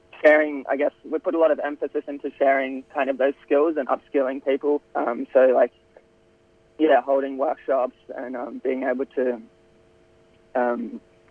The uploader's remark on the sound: We will also be having a phone conversation with the founder of the Trasharama A-Go-Go Australian Short Film Festival.